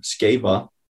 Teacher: you actually say a V sound instead of an F sound